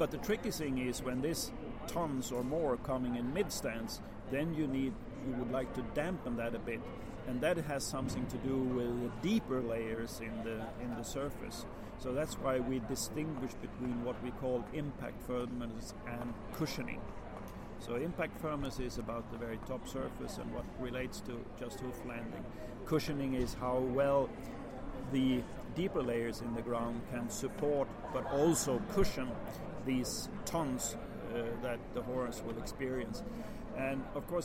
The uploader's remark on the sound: Apologies for the background noise - this interview was conducted LIVE at the London International Horse Show, Olympia can be very loud!